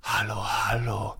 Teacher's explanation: Wenn jetzt aber die Stimmbänder schlaff runterhängen, dann kann der Atem sie viel zu leicht passieren, was dann dazu führt, dass sich die Stimme etwas überlüftet anhört, weil mit dem Stimmklang zu viel Atem in den Raum kommt